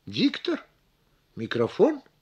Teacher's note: Если нам понадобится произнести эти слова не утвердительно, а вопросительно, мы выделим ударные слоги голосовым повышением.